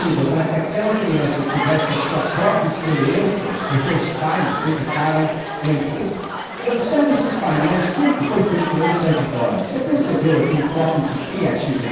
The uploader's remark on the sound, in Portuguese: Gravado em 11 de Novembro de 2023 no Sarau Literário do Colégio Batista Brasil unidade Volta Redonda, RJ.